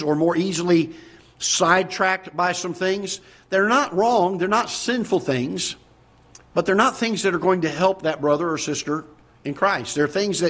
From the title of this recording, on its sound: Ketha Heights Baptist Church ~ Live Broadcast